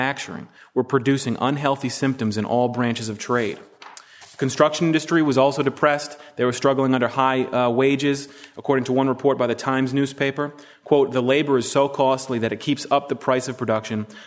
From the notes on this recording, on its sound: From the session on "Studies in Economic History," presented at the Austrian Economics Research Conference. At the Ludwig von Mises Institute in Auburn, Alabama.